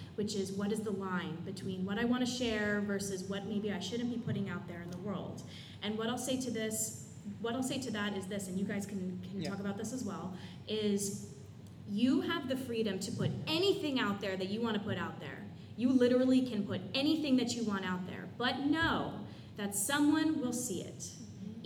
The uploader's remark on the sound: BroadwayCon Panel.